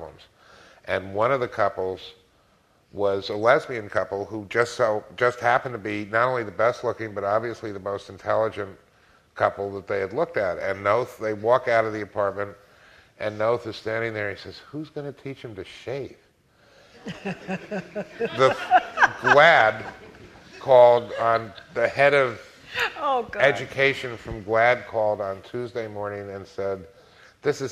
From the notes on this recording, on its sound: moderates an audience question and answer session